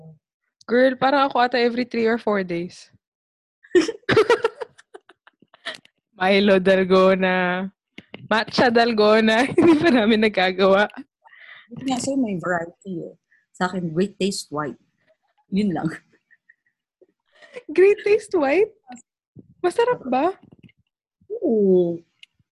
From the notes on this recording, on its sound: We're also posting our zoom video for this.